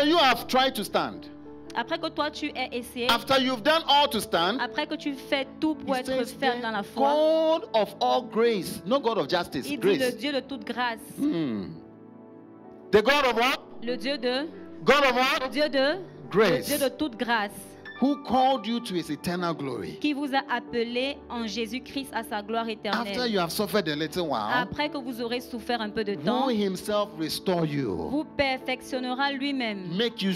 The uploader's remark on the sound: Preached during Joyful Hour Sunday Service